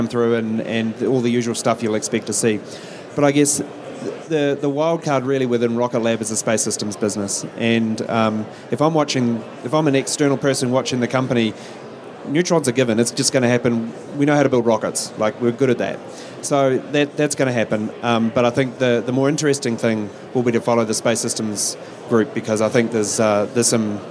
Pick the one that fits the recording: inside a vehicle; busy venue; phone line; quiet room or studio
busy venue